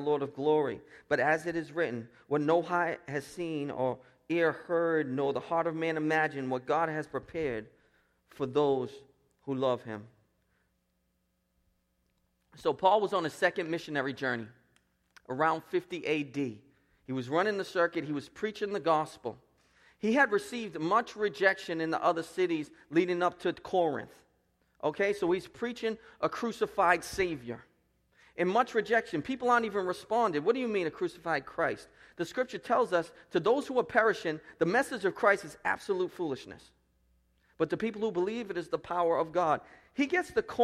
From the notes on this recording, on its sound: Preached at Restoration Road Church on June 4, 2017.